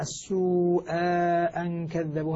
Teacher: فصل بين الهمزتين بألف المد